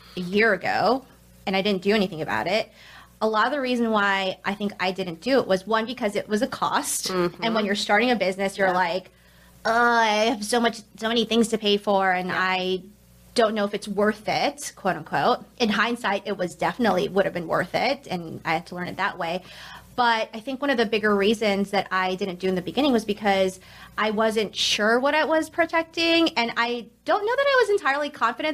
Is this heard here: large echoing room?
no